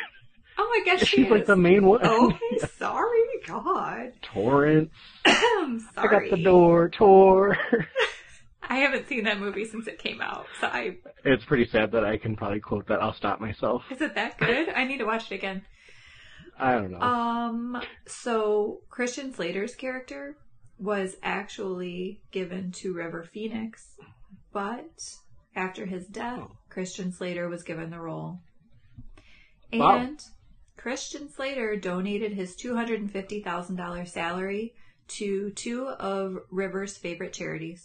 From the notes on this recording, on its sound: Sorry for the audio